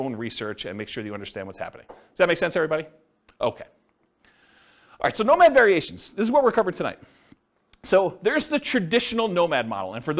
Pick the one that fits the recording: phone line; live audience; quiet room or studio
live audience